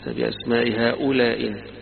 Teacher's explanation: قراءة ثالثة بالإسقاط يسقط الهمزة الأولى